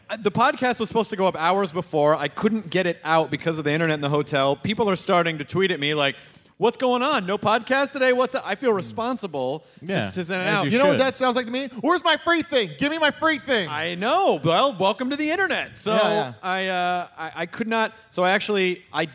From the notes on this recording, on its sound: the live show in Toronto at the JFL42 festival